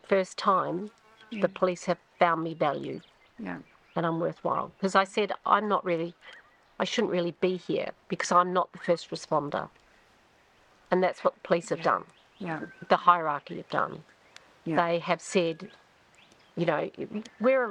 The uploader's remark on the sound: A 'self interview' by the waters edge not far from our camp at Urana, NSW. After setting up the recording equipment and hitting the red button it was over to them.